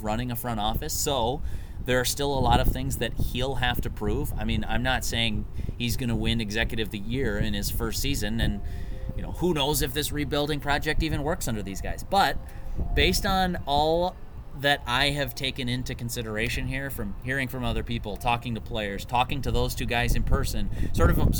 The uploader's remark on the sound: From a practice field outside Hammond Stadium in Fort Myers (apologies for the random wind gusts).